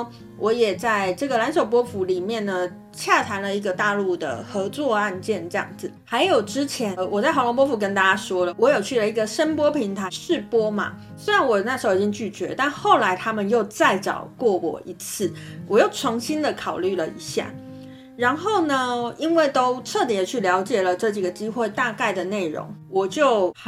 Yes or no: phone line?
no